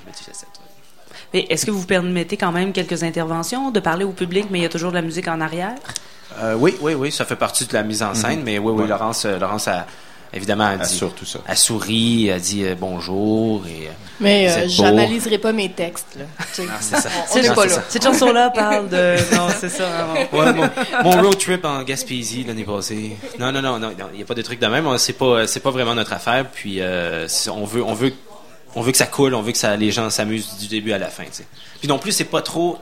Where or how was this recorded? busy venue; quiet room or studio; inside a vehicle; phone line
busy venue